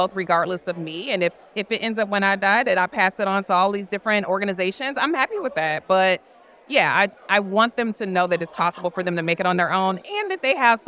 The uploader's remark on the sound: Recorded at FinCon 2023 in New Orleans, I roamed the halls of the nation's biggest personal finance conference, getting up close and personal with attendees and speakers.